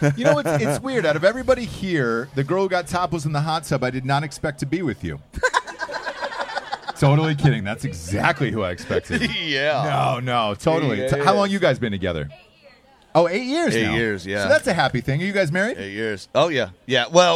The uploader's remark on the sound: live from a Drinkin' Bros house party in Florida